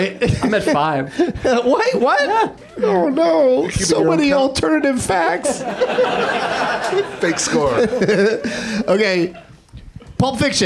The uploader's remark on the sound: Live from the UCB Franklin in Hollywood